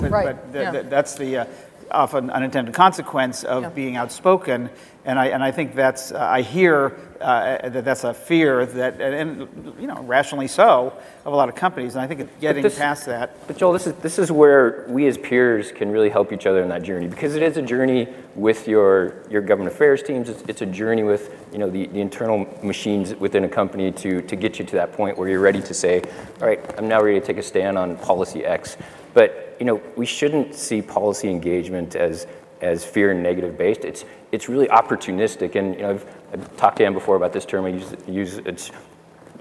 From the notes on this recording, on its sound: The best of live interviews from GreenBiz events.